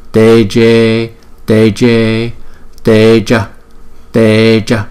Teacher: Chữ E là hai nhịp, nhưng nó đọc rõ ra là Teje Teje Teja Teja. Chữ A là một nhịp, chữ E là hai nhịp.